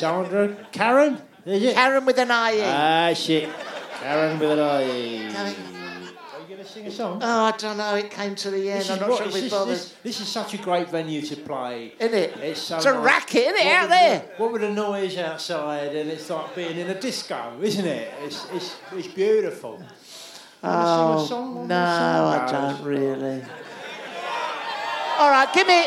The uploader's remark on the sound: LIVE at the Underbelly, London, 7th June 2019